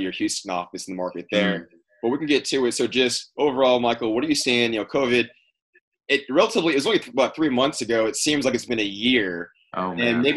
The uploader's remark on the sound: This is episode was recorded remotely on May 20, 2020.